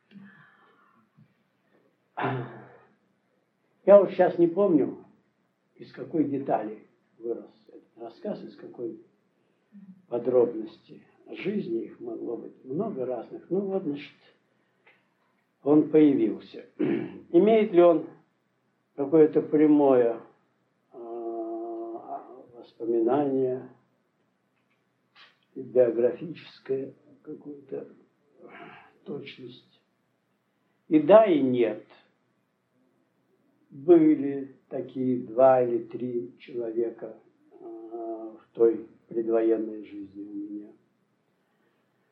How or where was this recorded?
large echoing room